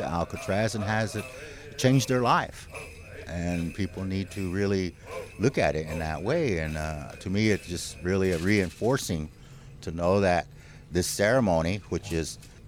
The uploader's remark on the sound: sounds from the 43rd Annual Indigenous People’s Thanksgiving Sunrise Gathering from Alcatraz